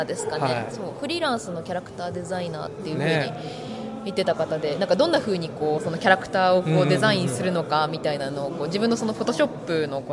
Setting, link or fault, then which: setting, busy venue